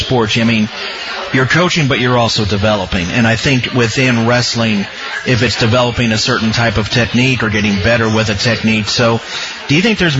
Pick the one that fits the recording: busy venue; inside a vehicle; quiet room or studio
busy venue